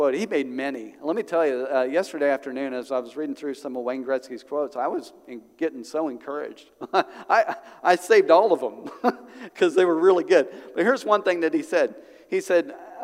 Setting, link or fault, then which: setting, large echoing room